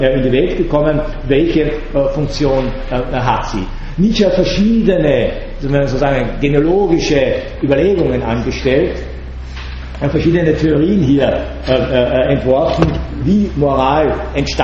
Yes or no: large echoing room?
yes